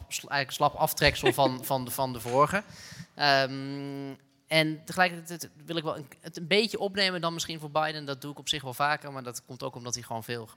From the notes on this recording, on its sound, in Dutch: Een speciale Buitenlandse Zaken , live vanuit de Stadsschouwburg Amsterdam.